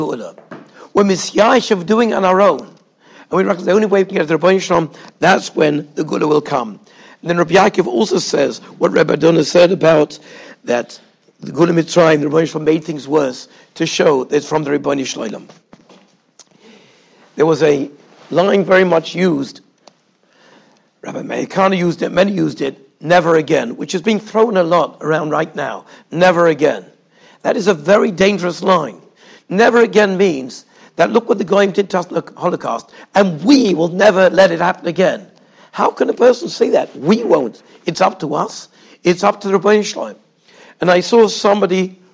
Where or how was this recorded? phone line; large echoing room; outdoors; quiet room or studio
large echoing room